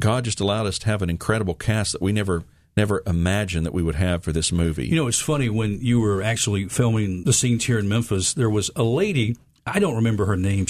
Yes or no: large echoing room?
no